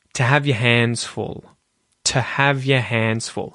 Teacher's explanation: So, you might notice the word to, it has that good vowel sound, oo, but when we say it quickly, it's a reduced vowel sound, the schwa, right? So, instead of to, you'll hear to have your hands full.